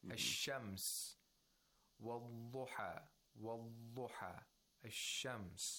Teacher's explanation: It's a weak fricative because the time that you spend pronouncing the lod is just as much as you would pronounce a letter of rakhawa